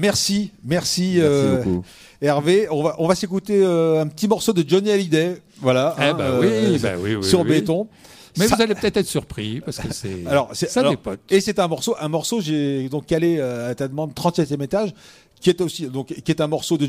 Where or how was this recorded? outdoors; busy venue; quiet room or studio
busy venue